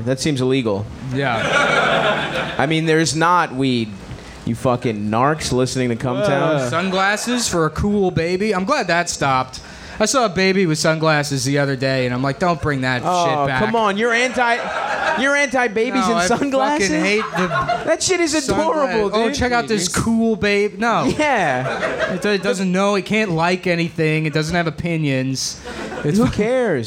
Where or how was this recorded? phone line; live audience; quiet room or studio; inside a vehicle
live audience